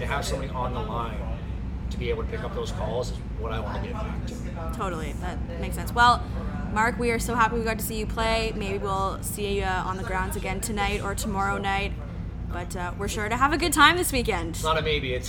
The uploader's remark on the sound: We thought it would be fun and different to record an episode from the festival. We recorded this backstage at the festival, so you can hear some background noise, so you'll have to listen a little hard for some of the chats.